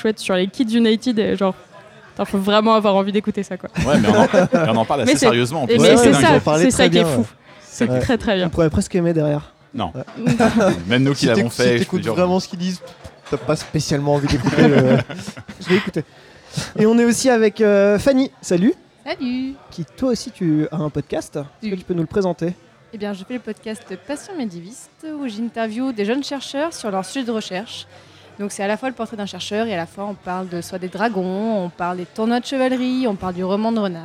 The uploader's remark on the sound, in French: épisode enregistré au Petit Garage (Paris 11e)